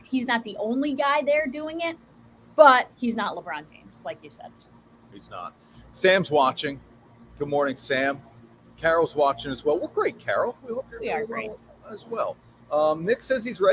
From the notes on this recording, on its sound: LIVE From Minogue's Beverage Center.